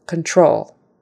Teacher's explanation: Emphasis is on the second syllable, control. And that C-O-N in the beginning, you're going to pronounce it like C short U-N, con, con, control.